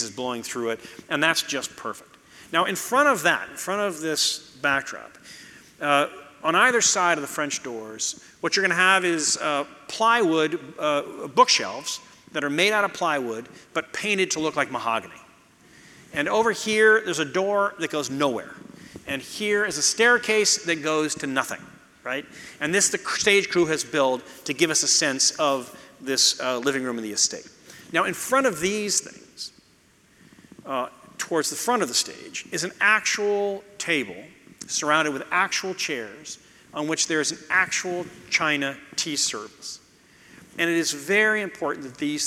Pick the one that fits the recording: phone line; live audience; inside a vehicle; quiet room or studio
live audience